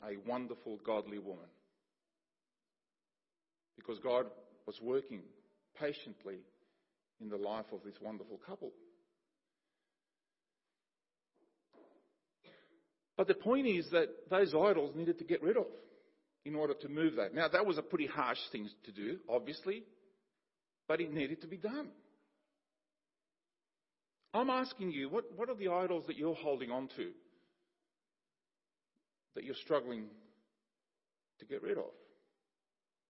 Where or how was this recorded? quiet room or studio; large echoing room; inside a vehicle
large echoing room